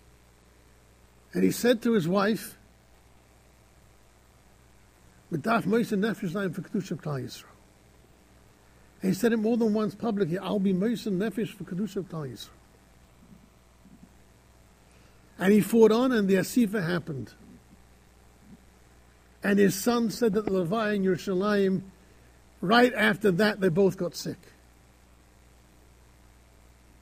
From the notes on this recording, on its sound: Shiur recorded in Yeshivas Ohr Reuven, Monsey, NY.